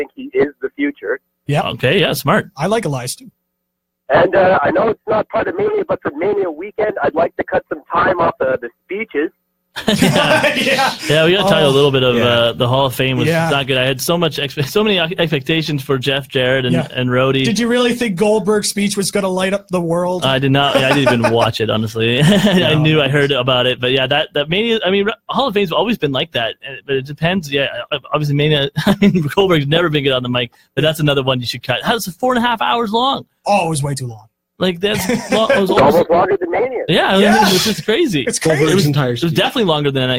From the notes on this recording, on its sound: Making the show LIVE on CKDJ 107.9FM. We open up the phone lines to let the fans discuss.